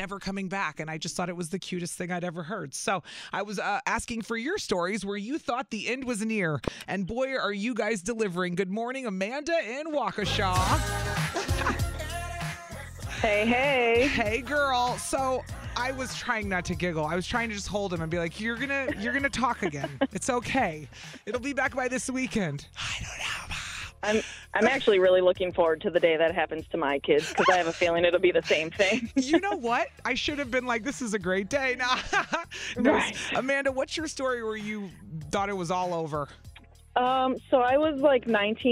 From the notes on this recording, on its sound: listeners called in to share their own stories